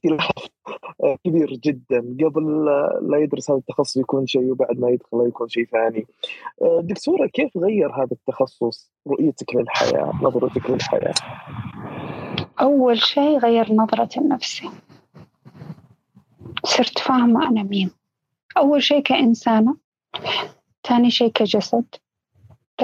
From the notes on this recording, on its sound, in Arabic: تسجيل لمساحة ابن رشد الأسبوعية على منصة تويتر